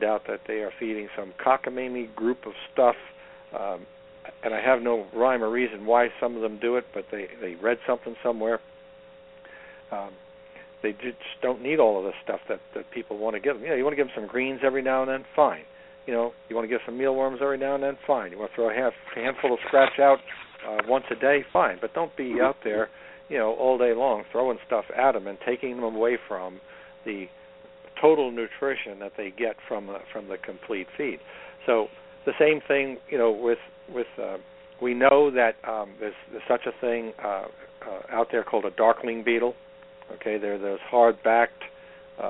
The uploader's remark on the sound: taking questions from live callers